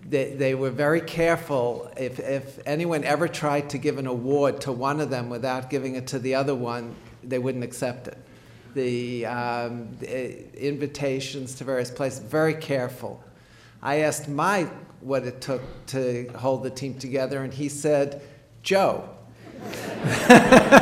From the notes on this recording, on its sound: One of a series of lectures from The Yale School of Medicine Bicentennial Symposium, “Biomedicine in the New Century,”.